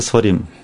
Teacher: То есть наше правило, добавляем им в конце, но Первое, первое гласное «э», она укорачивается, ее почти не слышно, получается сфарим.